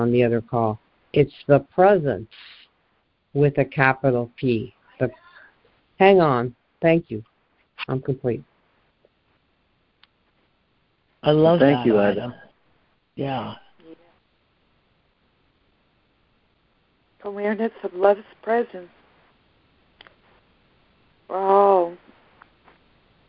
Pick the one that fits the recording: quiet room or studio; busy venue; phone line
phone line